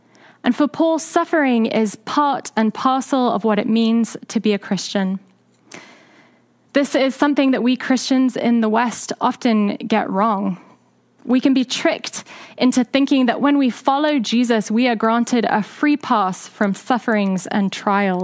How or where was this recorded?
large echoing room